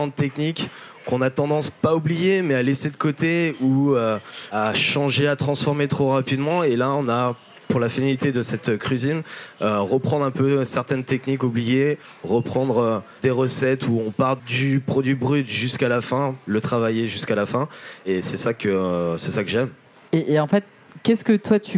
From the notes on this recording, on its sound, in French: Débat enregistré en public à la REcyclerie.